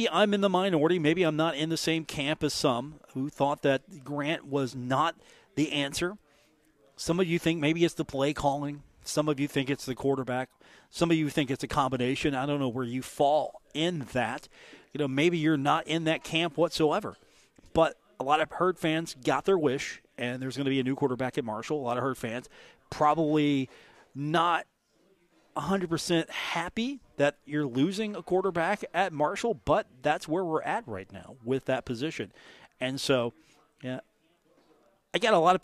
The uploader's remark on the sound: on location at The Union Pub and Grill